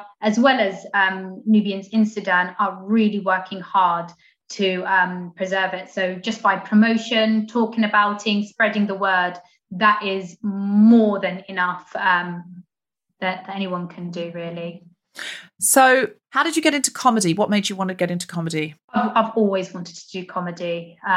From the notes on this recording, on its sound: Recorded 7 July 2021 via Zoom